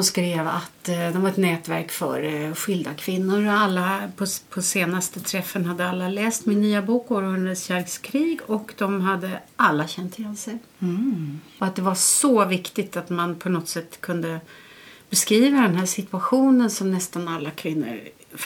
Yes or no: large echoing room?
no